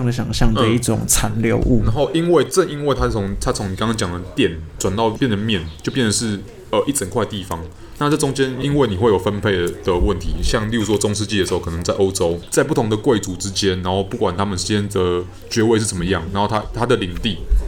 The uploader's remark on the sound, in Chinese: 本集白噪音指數：蚊風級 1/5。錄音地點：515 Cafe & Books。